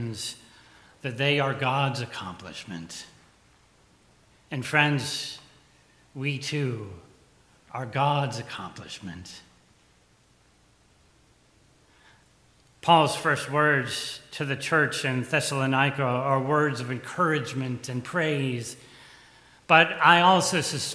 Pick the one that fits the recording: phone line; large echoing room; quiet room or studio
large echoing room